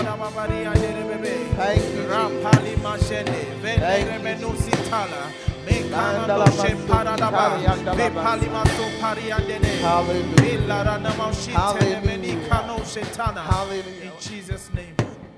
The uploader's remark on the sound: Preached at First Love Center; Ayeduase.